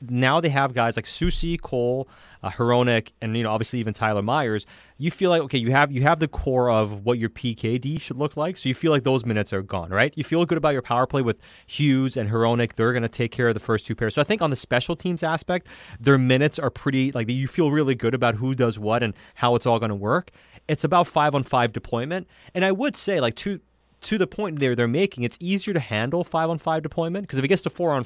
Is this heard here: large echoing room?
no